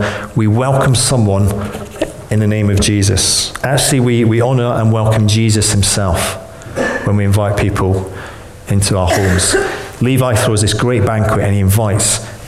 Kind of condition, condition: setting, live audience